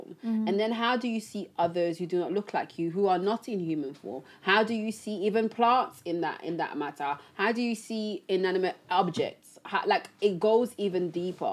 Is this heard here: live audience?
no